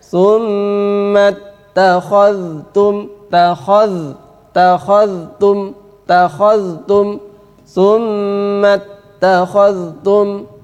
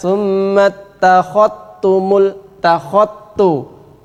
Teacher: Dzal bertemu dengan ta, Imam Hafiz membaca dengan izhar. Maka dzalnya harus jelas. · Shown in: first take